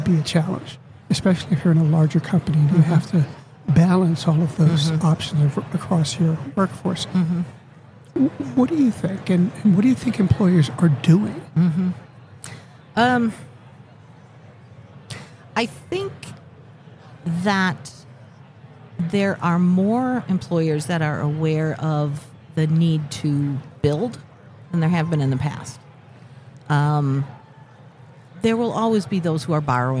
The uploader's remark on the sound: Live at the HR tech 2022 conference. We're bringing everything back to our roots at this HR Tech conference.